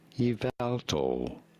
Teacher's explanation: You do want to stress on the second syllable.